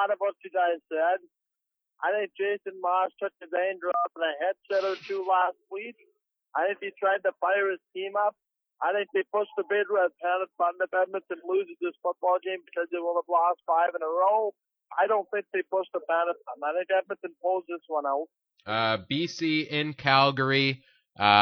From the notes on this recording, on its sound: Is joined in studio. Joining them over the phone line.